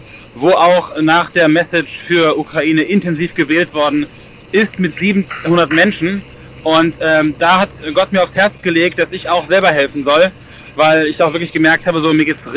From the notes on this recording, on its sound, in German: 2000km am Steuer. Berichten live von der Fahrt.